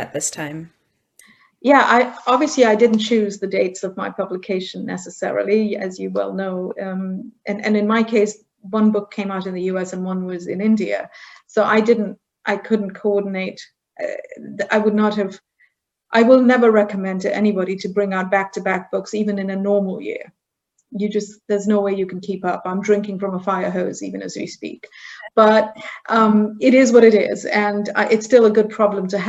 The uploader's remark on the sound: This episode is the audio version of a live online session from #JLFHouston2020.